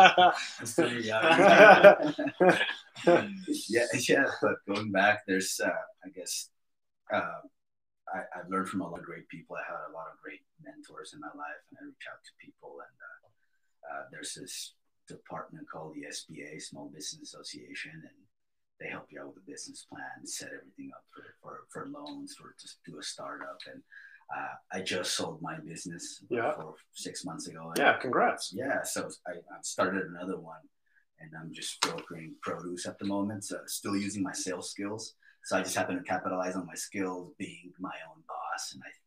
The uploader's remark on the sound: I had issues with the sound on this video but it's all figured out and will be better on the next one.